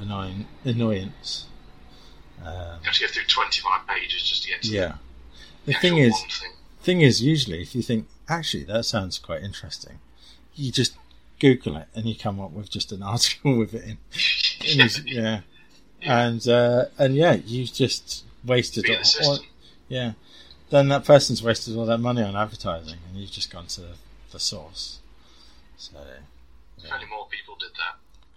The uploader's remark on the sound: apologies for the audio issues